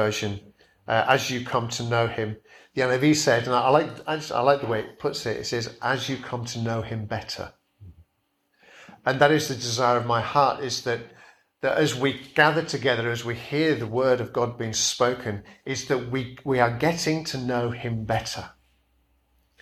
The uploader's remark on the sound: Preached at Kirkby Stephen Evangelical Church